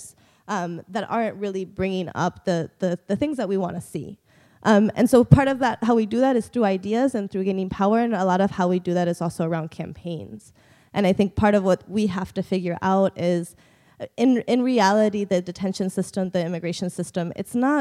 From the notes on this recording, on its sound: Plenary at DWN's 2016 conference